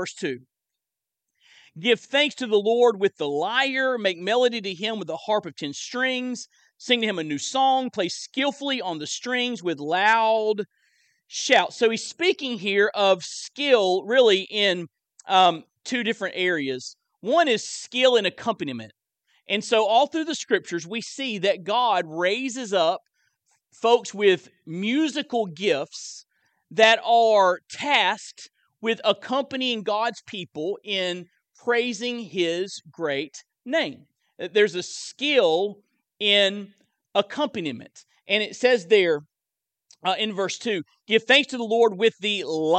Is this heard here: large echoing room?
yes